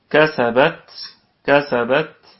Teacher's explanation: الكلمة كلها مرققة والباء فيها قلقلة نسبية، والتاء كذلك فيها صفة الهمس وقفا ووصلا، كسبت كسبت هكذا.